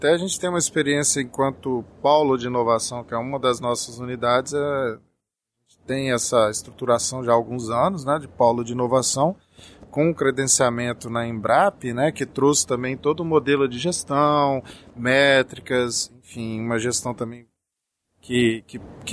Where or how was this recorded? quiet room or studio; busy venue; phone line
busy venue